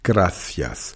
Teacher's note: Also die Zunge zwischen die Zähne, gracias. In Lateinamerika sagt man einfach nur ein S-Laut